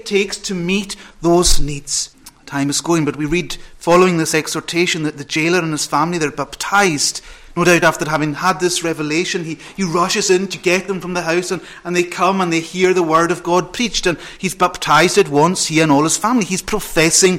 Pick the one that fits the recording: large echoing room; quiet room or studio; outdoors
large echoing room